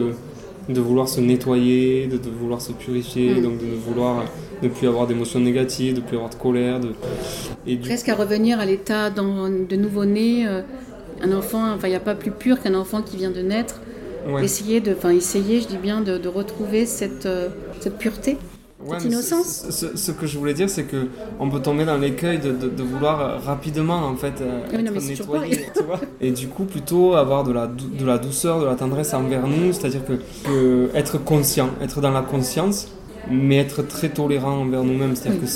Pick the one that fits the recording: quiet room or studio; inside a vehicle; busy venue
busy venue